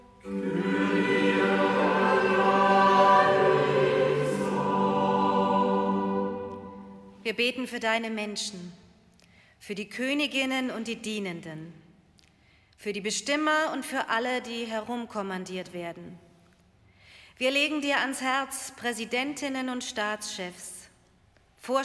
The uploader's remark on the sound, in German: Live-Gottesdienst aus der Auferstehungskirche in Traunstein.